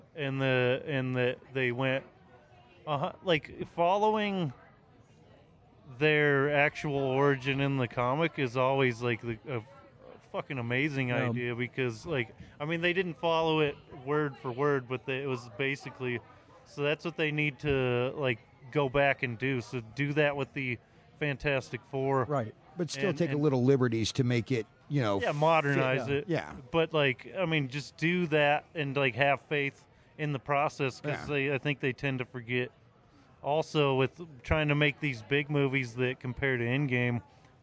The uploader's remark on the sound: The Comix Zone had him cornered at The Wyoming Pop Culture Con 2023, and though it was a live stream.